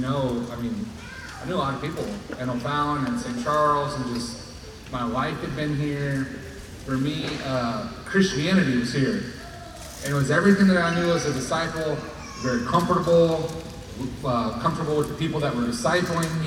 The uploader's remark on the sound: This content was featured at the 2023 Campus Ministry United Workshop: Beautiful Feet. Hosted live at The Crossings Church St. Charles County in O’Fallon, MO.